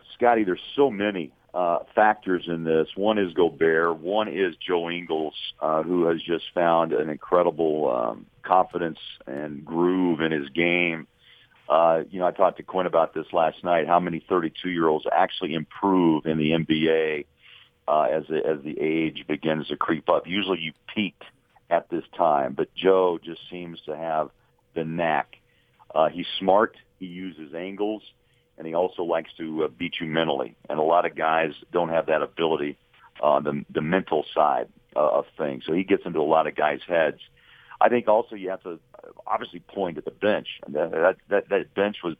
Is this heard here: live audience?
no